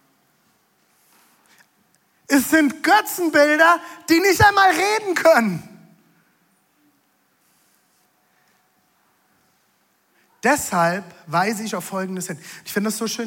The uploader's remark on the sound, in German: Audiomitschnitt der Predigt